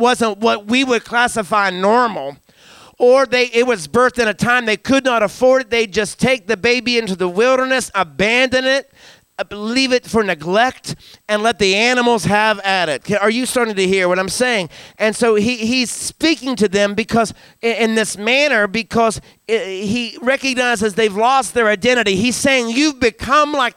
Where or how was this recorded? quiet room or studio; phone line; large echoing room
large echoing room